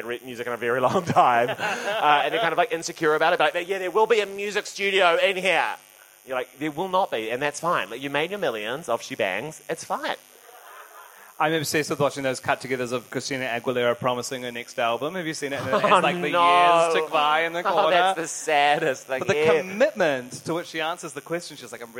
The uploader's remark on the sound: Recorded live in Auckland during pride, with a packed audience a lovely buzz on the microphones.